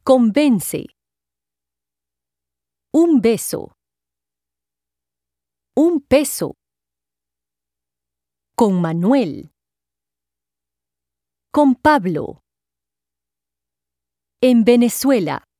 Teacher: Before the letters P, B, V, and M, the letter N is pronounced M.